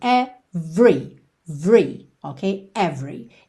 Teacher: 99,9% das vezes que a gente vê a palavra every, esse E do meio é mudo, ou seja, do V a gente vai direto para o R.